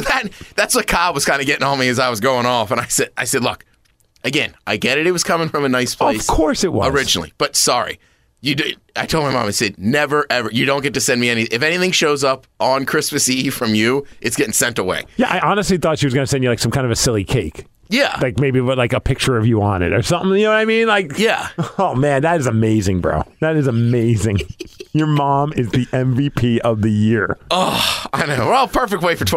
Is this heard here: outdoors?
no